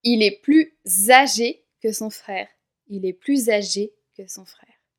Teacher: on va prononcer le S de plus comme un Z, car il y a le mot âgé qui suit, qui commence par une voyelle